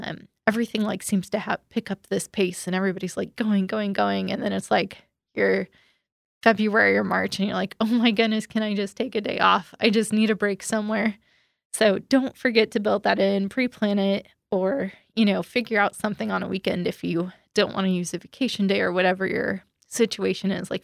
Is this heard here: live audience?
no